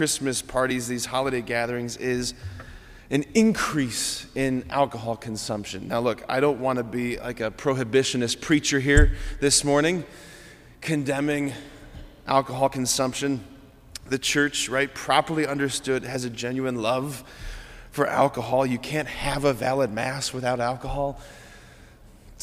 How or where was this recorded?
large echoing room